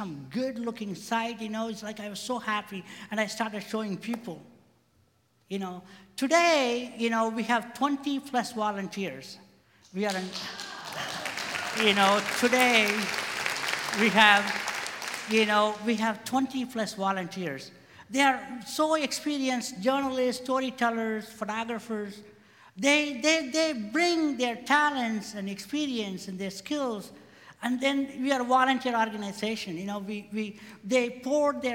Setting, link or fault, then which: setting, live audience